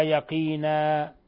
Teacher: إذا وقفنا فنقرأها يقينا بقلب تنوين الفتح ألفا، ألف عوضية، وهو يسمى مد عوض